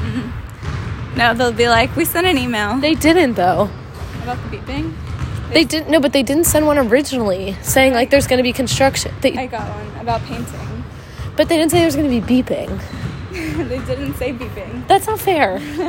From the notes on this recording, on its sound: Live from our PE class! Sorry for the background bouncing noise in advance…